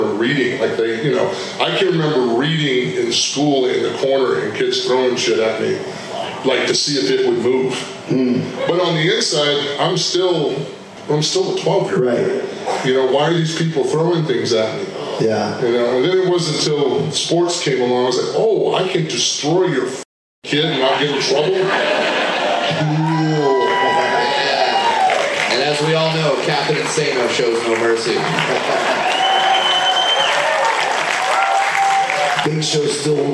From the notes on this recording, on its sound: You never know what might happen on the … Rock & Wrestling Rager at Sea, and that includes live podcasts!